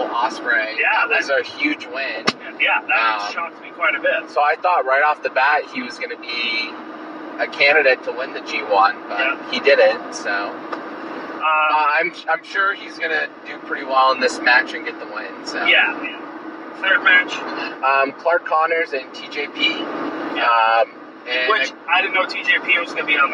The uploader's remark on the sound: The show as recorded in two parts, on the road down and back from the show.